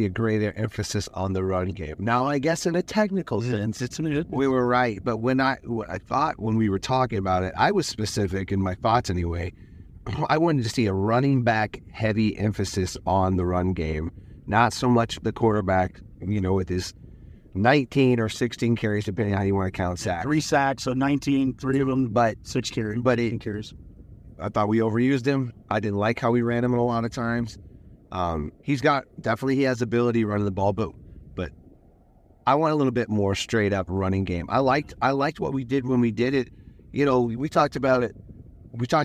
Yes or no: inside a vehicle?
yes